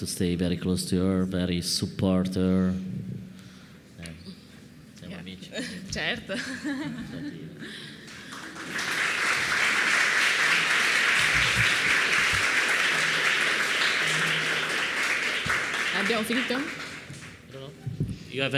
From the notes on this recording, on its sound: This talk was recorded by Heritage Radio Network as a part of RAW Wine NYC 2019's Speakers' Corner. A talk-tasting.